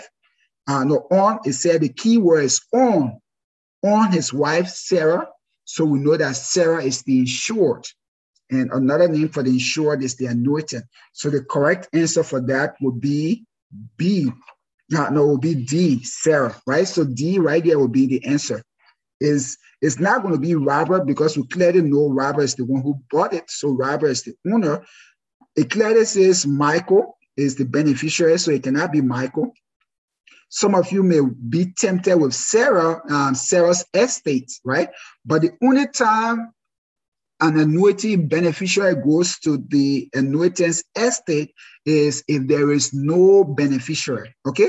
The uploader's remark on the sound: This is a recording of our first live webinar.